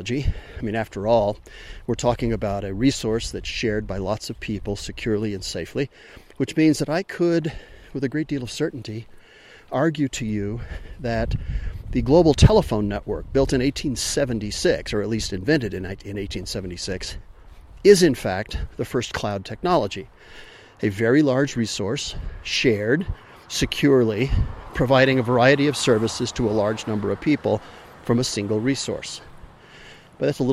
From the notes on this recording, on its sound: All while hiking in the high country of New Mexico. Sorry for being breathless!